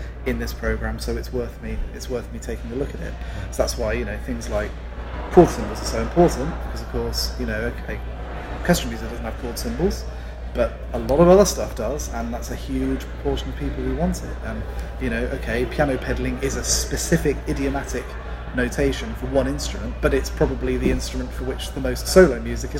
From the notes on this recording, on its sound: Apologies for the background noise — NAMM is not a quiet place!